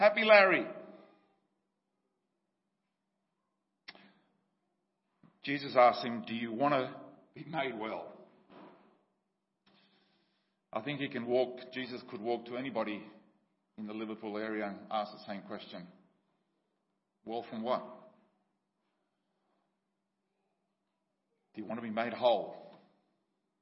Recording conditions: large echoing room